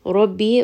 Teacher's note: Ra in this case is going to be heavy. It has a fatha.